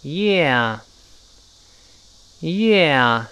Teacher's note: 由耶，一直滑到口型打开